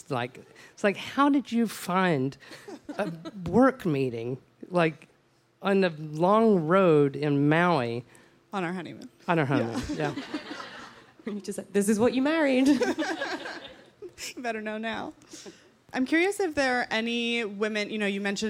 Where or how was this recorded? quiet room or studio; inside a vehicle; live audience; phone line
live audience